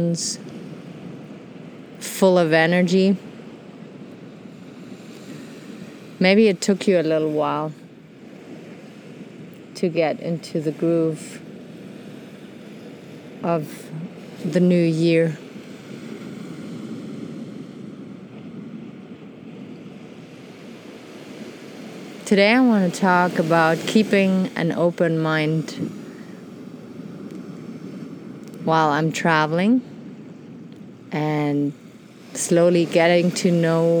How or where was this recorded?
outdoors